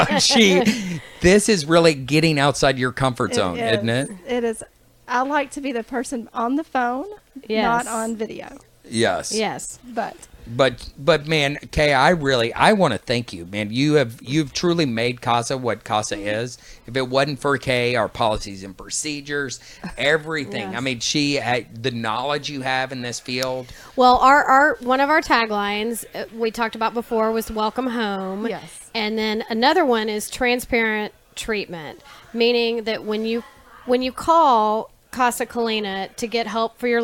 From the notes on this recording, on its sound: Live at Casa